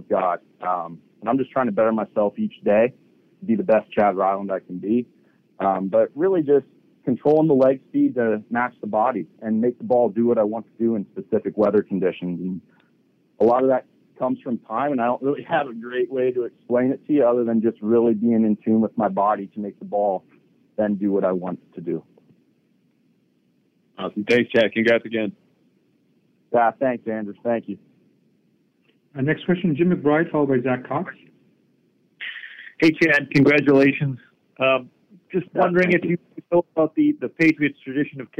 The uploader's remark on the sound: addresses the media during his conference call